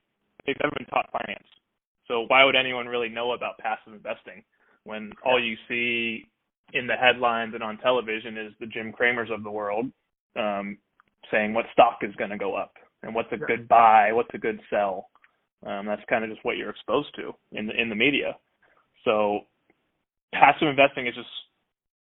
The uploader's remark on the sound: Phone Audio